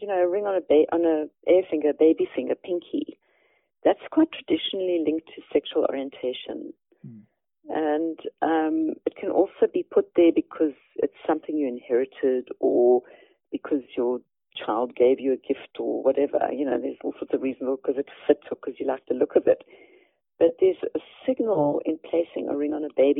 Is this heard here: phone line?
yes